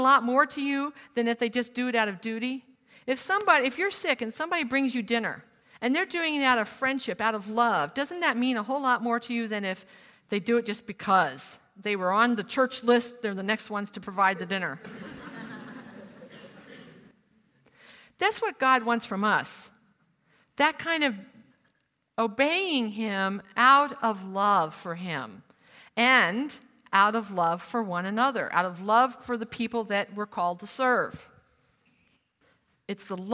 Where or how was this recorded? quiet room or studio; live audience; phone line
live audience